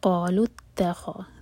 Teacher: قالوا اتخذ، تا لائٹ، خو ہیوی، ذال لائٹ